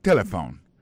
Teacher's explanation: Nous avons remarqué que l'accent tonique l'a tombé sous premier syllabe là.